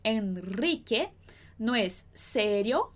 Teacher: Depois de N, o R vai ter esse som mais forte.